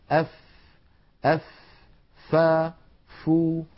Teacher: الفاء كما تلاحظون أف يتدفق معها الهواء، فهي حرف مهموس لأنها من حروف سكت فحثه شخص. وهي حرف رخو، يعني صوتها قابل للتطويل لأنها من الحروف الرخوة. والفاء ليست من الحروف المستعلية بل هي مستفلة، فلا تفخم أبدا.